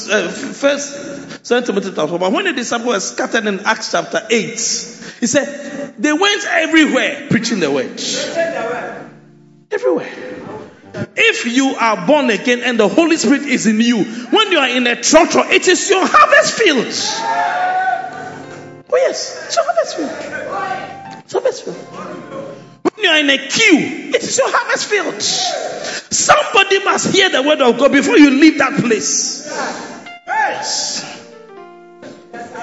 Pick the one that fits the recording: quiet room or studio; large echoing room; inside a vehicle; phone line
large echoing room